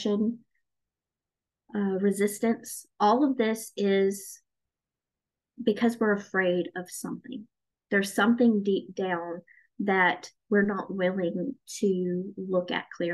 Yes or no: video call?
yes